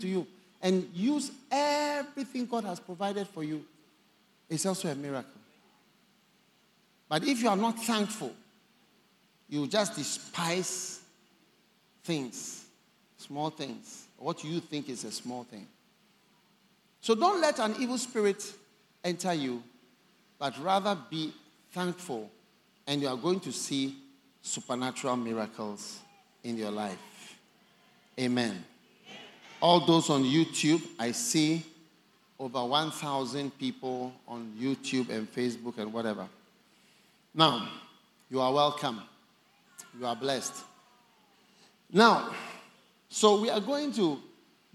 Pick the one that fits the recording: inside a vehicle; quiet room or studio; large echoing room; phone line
large echoing room